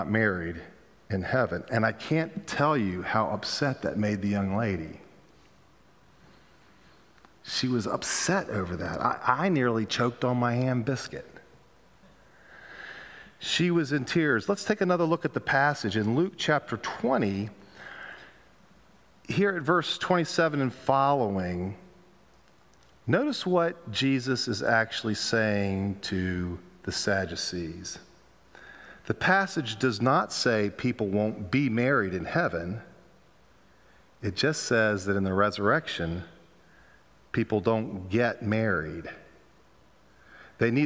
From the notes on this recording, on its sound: Pender UMC Contemporary Worship Sunday November 6, 2022 at 11:15 am